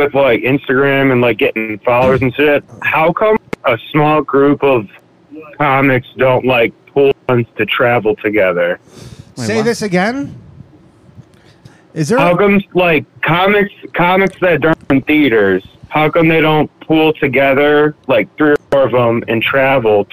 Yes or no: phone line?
yes